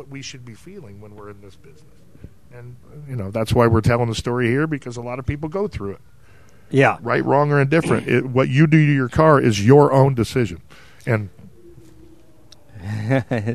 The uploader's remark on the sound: on location at the HRE Open house